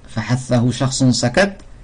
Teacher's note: il y a le hams. Donc ça fait y a plus de souffle qui sort.